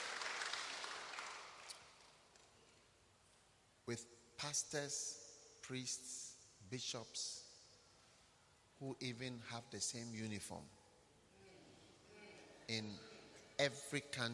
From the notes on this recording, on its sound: Preached at a Healing Jesus Campaign Pastors' conference in Tepa, Ghana